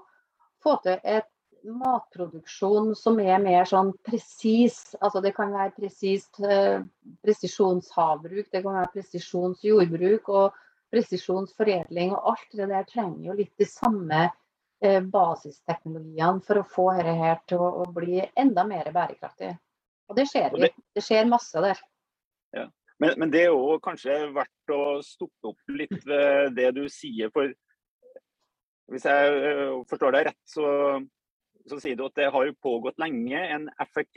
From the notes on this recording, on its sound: Live Zoom. I denne live-sendingen.